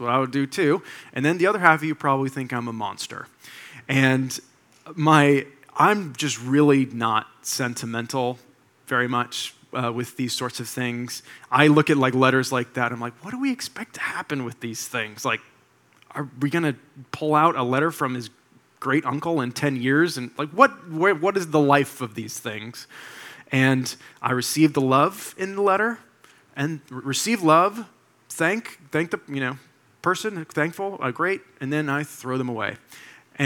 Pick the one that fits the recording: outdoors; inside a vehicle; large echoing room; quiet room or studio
large echoing room